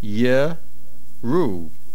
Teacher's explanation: it is pronounced yeru, as though there would not be an aleph there. The aleph is silent. There is no shva under the resh.